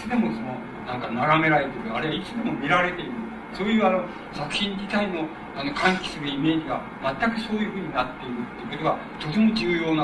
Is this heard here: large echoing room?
yes